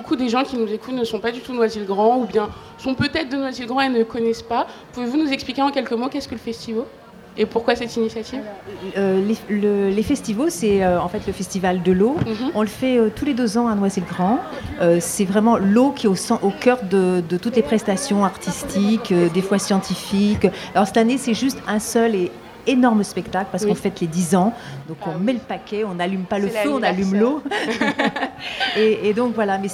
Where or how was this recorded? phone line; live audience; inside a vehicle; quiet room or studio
live audience